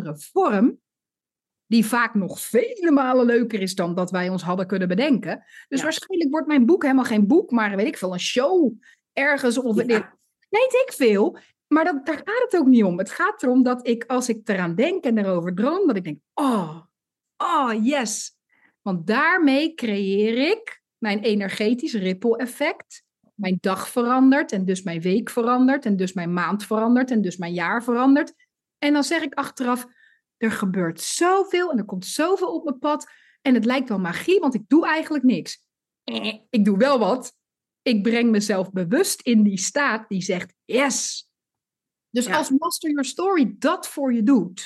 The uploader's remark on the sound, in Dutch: Live opgenomen tijden een coachcall van Master Your Story, hét storytelling-programma voor ondernemers.